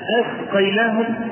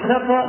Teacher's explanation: حرف الألف بالهمزة المقطوعة تحس إن فيه شدة في وقفة كده · Shown in: first take